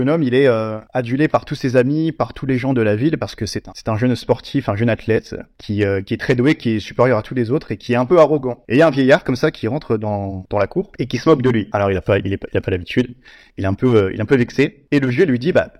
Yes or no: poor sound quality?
no